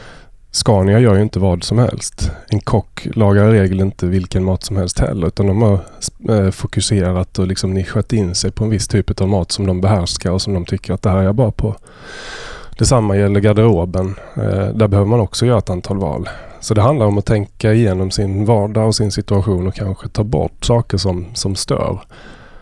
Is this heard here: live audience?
no